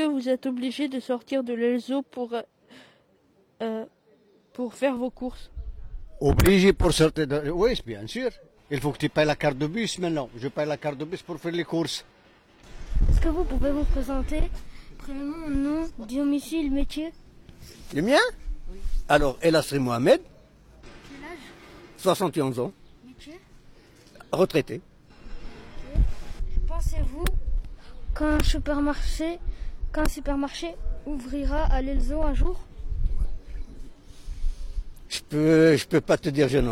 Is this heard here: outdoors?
yes